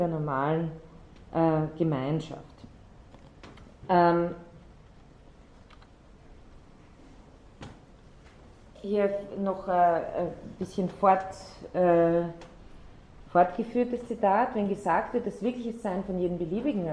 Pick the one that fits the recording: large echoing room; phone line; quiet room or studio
large echoing room